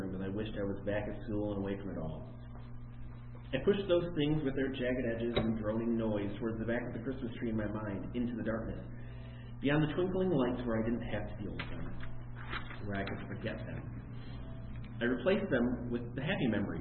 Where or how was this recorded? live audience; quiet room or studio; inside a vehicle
live audience